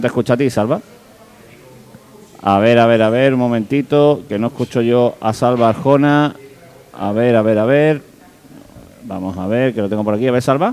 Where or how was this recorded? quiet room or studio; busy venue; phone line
busy venue